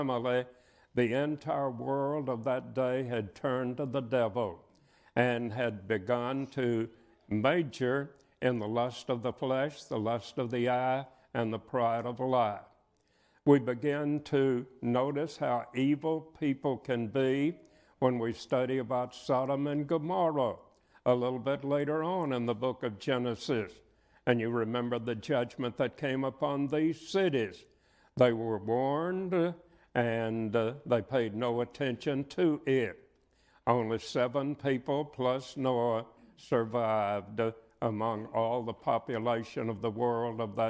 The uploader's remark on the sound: preaches at the 2022 Memphis School of Preaching Lectures.